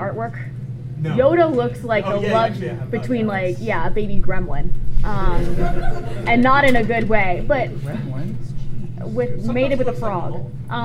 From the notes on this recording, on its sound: Was apart of a panel at Dragon Con on the Star Wars track. Take questions from the audience.